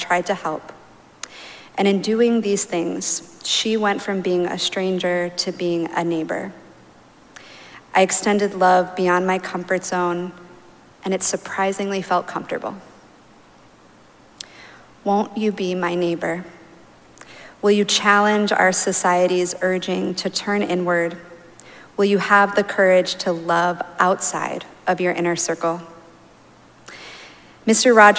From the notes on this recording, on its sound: Recorded live at Arlington Street Church.